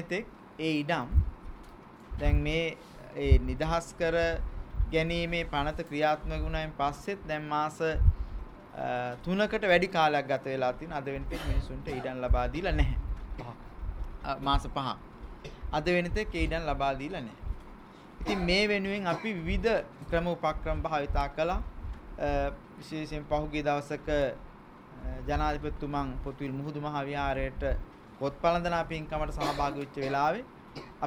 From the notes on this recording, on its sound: Media Conference, Unedited. Colombo.